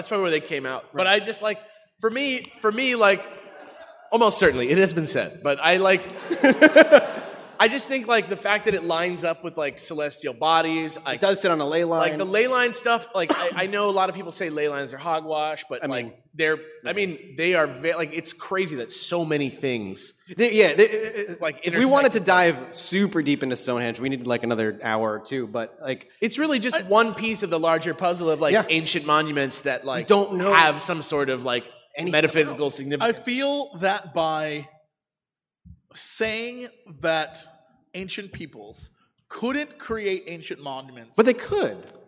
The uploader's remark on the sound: LIVE At CoxCon 2019!